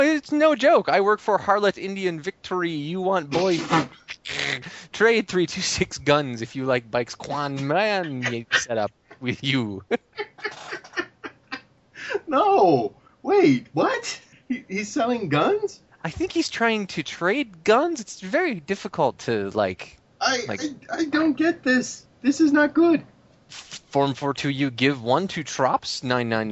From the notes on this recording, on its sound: doing a show via Skype with each other